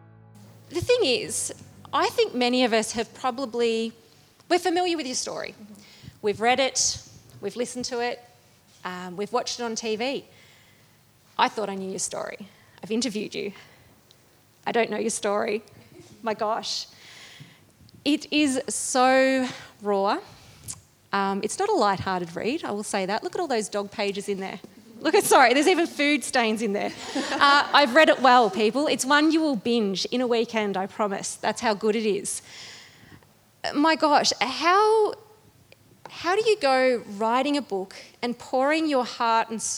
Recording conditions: live audience